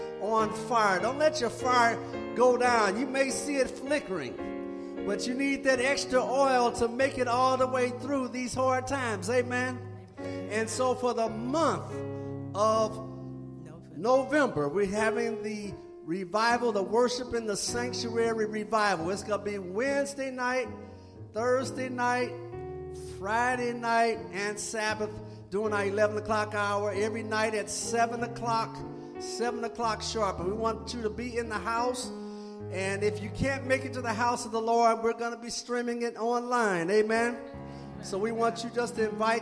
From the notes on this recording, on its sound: Sabbath Worship Service at Tabernacle of Praise SDA Church.